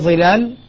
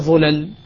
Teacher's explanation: فمن كسر أبقى الألف قال ظلال، ومن ضم حذف الألف قال ظلل